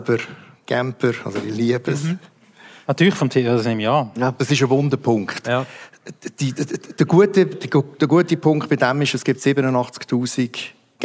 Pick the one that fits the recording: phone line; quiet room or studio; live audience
live audience